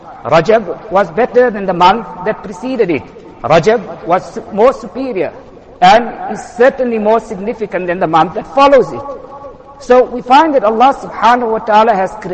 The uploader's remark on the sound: Jumuah lecture